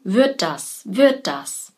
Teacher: Das klingt, als wäre es ein Wort und als hätten wir nur ein D.